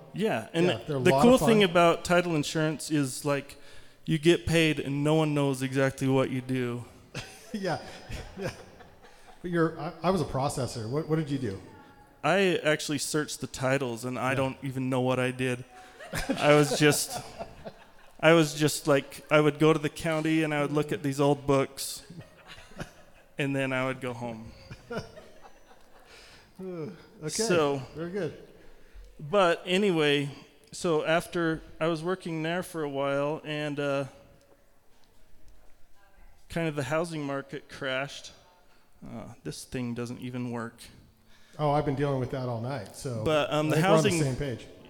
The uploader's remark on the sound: If you listen closely, you can often hear myself chuckling over the witty versus. Recorded LIVE at The Monarch during Ogden's First Friday Art Stroll.